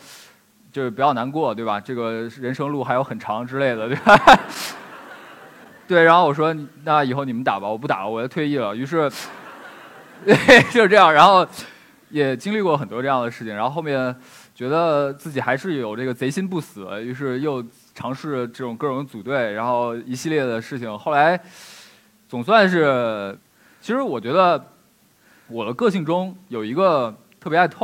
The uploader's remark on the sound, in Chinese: 一席现场